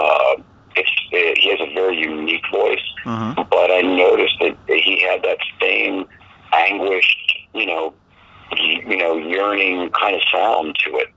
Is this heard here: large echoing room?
no